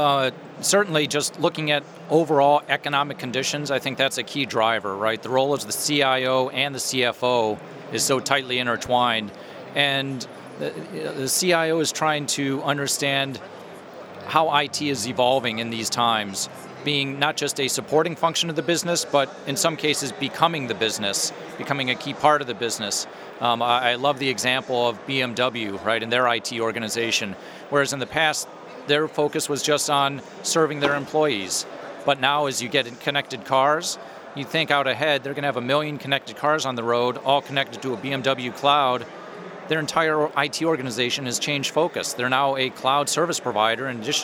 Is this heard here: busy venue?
yes